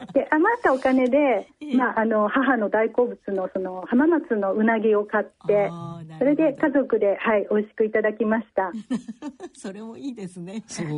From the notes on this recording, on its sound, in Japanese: 受賞者への電話インタビューの模様をお聞きいただきます。